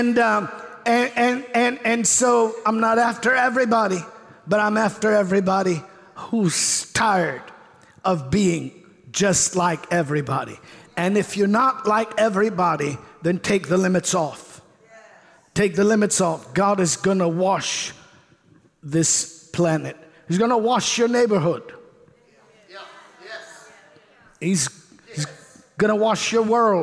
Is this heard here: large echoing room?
yes